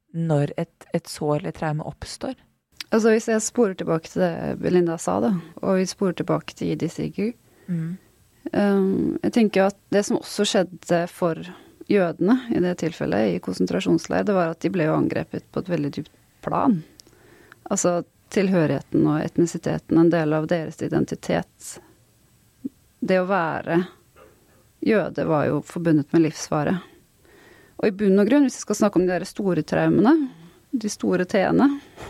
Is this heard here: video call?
no